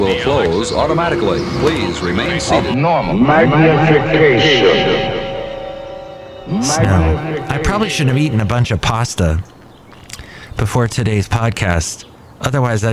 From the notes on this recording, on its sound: podcasts live from Cafe Anyway